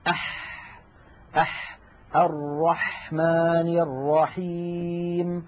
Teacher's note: الحرف الثاني الذي من وسط الحلق هو الحاء